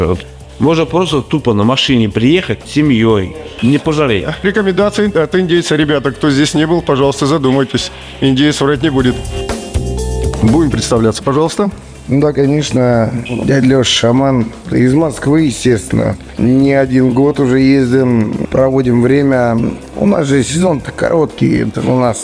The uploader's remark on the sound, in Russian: KOZLOPARTY 2023. Записано на месте событий d формате небольших интервью с гостями и организаторами фестиваля.